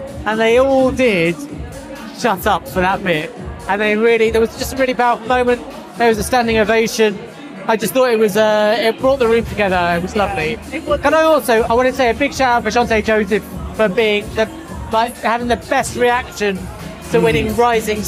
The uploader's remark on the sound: Hundreds of nominees coming together at London’s Outernet last Thursday to celebrate the very best of podcasting in Britain. Went behind the scenes at the ceremony - with the help of the Nomono Sound Capsule - to get live reactions from nominees, attendees and winners.